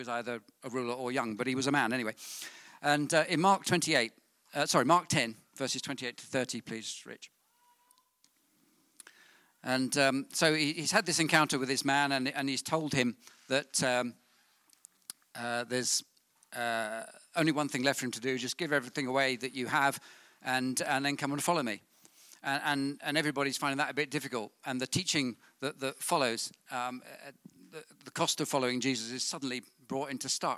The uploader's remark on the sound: on 30th June 2019 at King's Church, Cockermouth